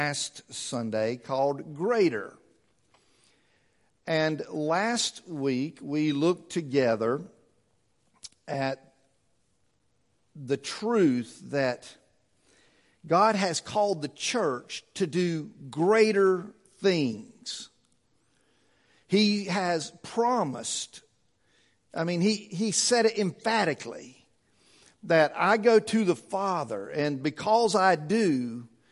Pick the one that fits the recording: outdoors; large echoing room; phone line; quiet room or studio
large echoing room